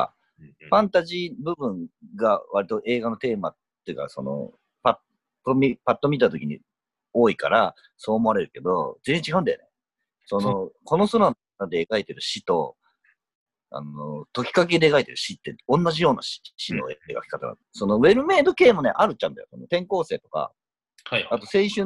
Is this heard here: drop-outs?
yes